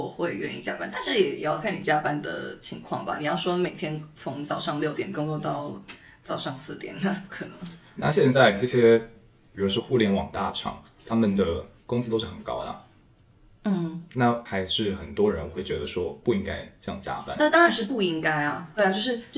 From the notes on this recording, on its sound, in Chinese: 这集回音有点大，我们还在找出原因，希望之后不会有！